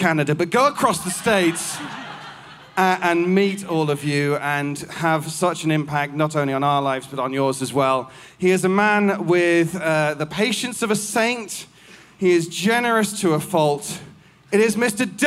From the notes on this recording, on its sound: Halloween Live at The El Rey Theatre. Features the performance from our Halloween Live Tour at The El Rey Theatre in Los Angeles, California.